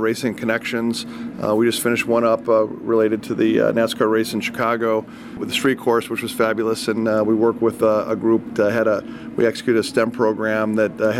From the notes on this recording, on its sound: Live from Indianapolis Motor Speedway. WGN Radio.